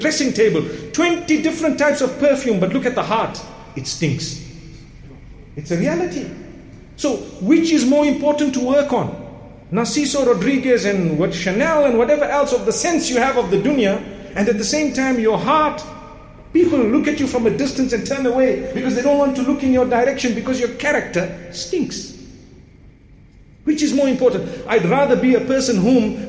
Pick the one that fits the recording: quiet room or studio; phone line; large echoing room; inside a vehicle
large echoing room